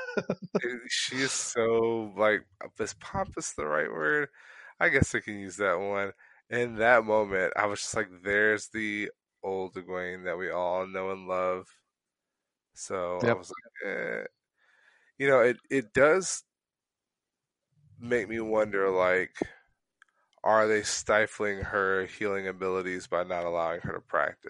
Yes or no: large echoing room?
no